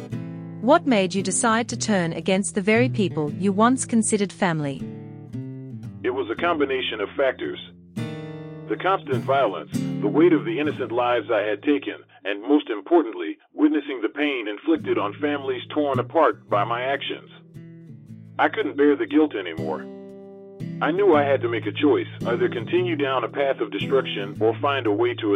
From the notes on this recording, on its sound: we've had to conduct this interview over the telephone with pre-recorded questions.